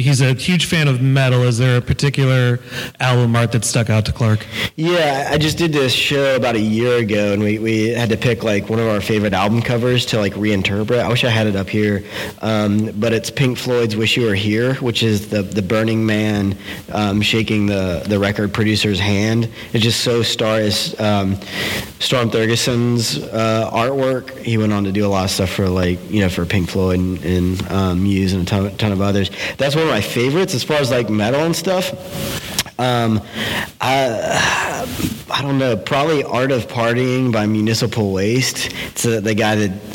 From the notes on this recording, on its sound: We sat down and recorded this live, in front of 700 people, from the stage at Creative South last week.